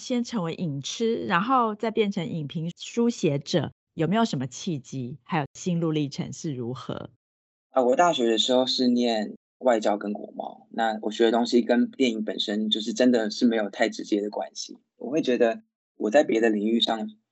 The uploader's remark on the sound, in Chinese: 本集Podcast透過Microsoft Teams越洋通訊錄製，受通訊狀態影響，已後製處理雜訊，敬請見諒，謝謝。